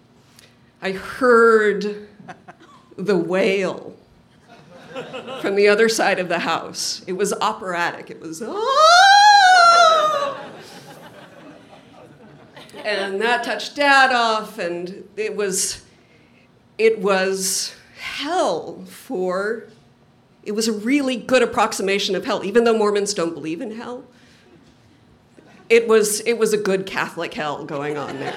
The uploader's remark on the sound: In this hour we’ll travel around the country to hear stories from our live open mic StorySLAM events: Louisville, Kentucky; San Francisco; Burlington, Vermont; Portland, Oregon; as well as the birthplace of the Moth StorySlam, New York City.